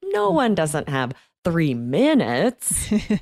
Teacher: We're going up on no one, no one, and then really down on minutes. · Term: intonation